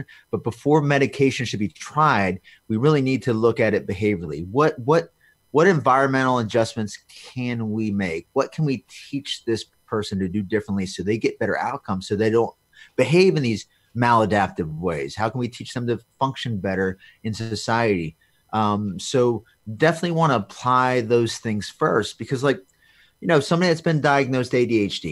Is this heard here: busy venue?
no